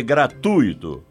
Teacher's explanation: A sílaba tônica recai no U e não no I · Term: U tônico